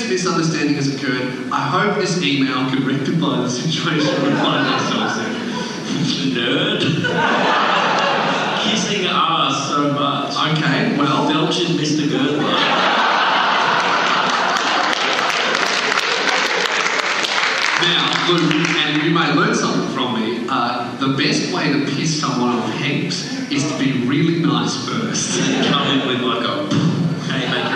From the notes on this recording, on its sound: LIVE ON STAGE. Please enjoy this incredibly fucked up live show.